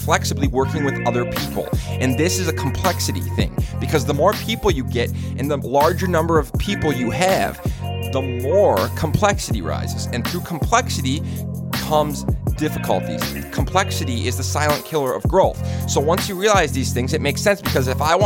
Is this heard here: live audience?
no